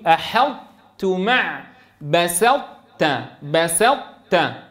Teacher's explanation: لابد أن توضح صفة الإطباق في الطاء، فتقول أحطت مع بسطت، بسطت، ولا تفخم الحاء والسين فتقول أحط، أحطت، بسطت، أحطت، بسطت، اقرأوا معي أحطت، أحطت، بسطت، بسطت.